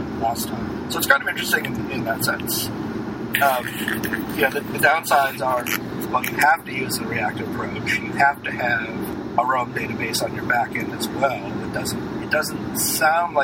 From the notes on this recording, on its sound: This week we recorded LIVE